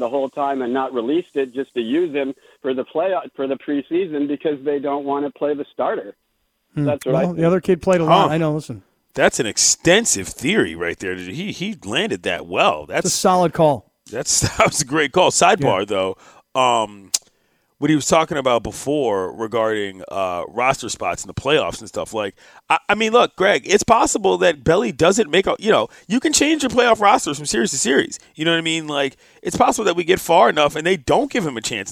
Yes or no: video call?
no